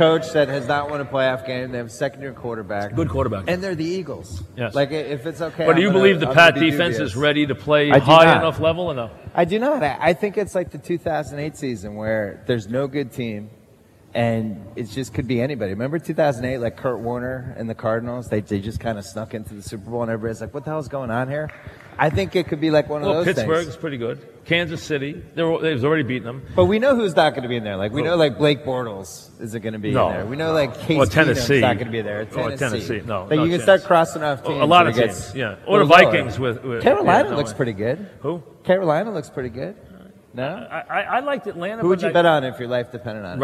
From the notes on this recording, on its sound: Live at the Tilles Center.